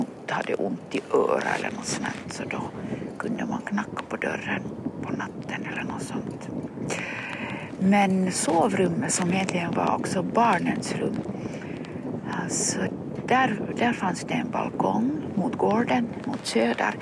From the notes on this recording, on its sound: A series of conversations in Swedish recorded with a pine tree on Drumsö in Helsingfors or Helsinki in 2024.